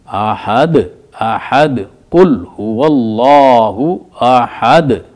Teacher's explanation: دال کے اوپر دو پیش ہیں لیکن ہم نے ساکن کر دیا نا، ٹھہر گئے، تو پھر ہم اس کو کلکلا کریں گے